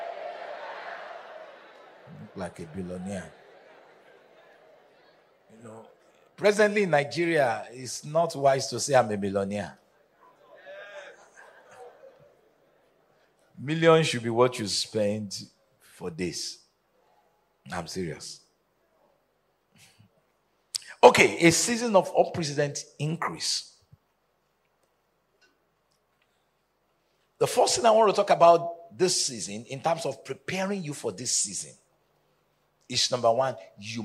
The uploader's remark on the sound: Day 2 of the Supernatural Lagon Rain Conference